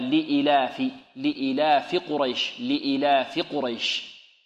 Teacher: الياء بعد الفاء. هذا خطأ، بل لابد أن يمد الهمزة ويقصر الفاء